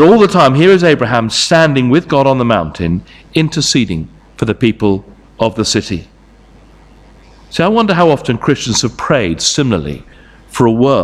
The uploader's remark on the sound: Sermon from St Davids Church, Moreton-in-Marsh, Evening Service